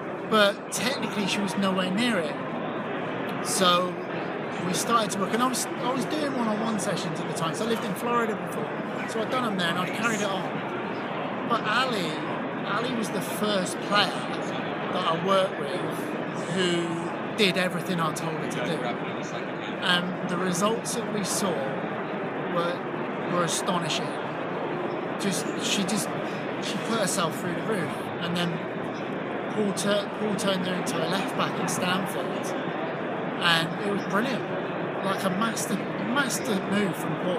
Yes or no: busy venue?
yes